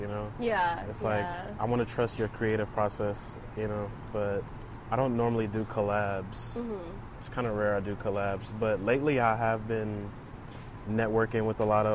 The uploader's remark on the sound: Episode recorded at Buffalo Bayou, Houston